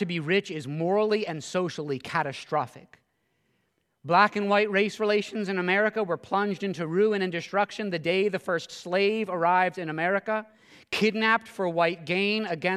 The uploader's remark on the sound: this sermon at Covenant Fellowship Church